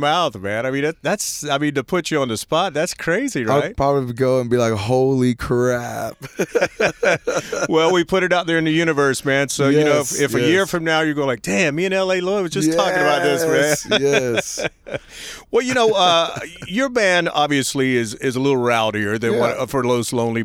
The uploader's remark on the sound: limo on Congress Avenue in Austin, TX at the historic Paramount Theatre